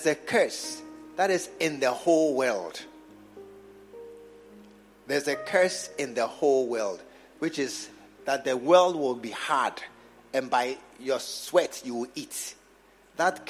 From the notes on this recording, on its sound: Preached at the True Vine Cathedral, Bantama